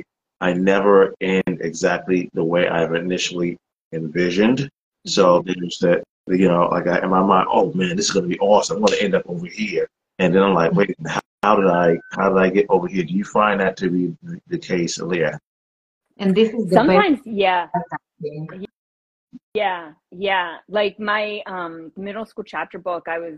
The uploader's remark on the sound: Instagram Live Interview